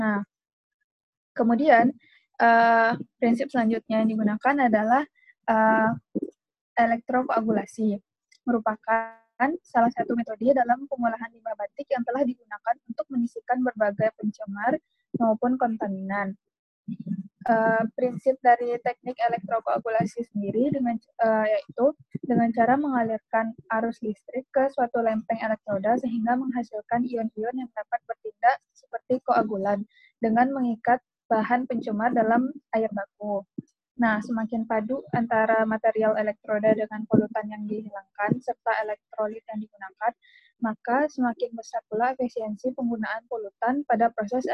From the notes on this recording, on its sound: Zoom Meeting.